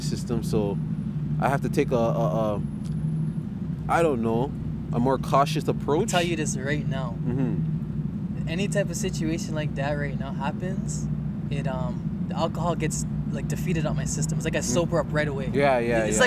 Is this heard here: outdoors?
yes